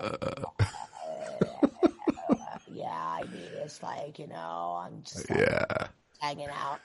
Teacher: como que raspan la voz · Term: vocal fry